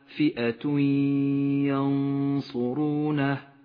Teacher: الإدغام بغنة في قوله تعالى فئة ينصرونه، التنوين وبعده الياء، والإخفاء بين حرف النون الساكنة وحرف الصاد، ينصرونه.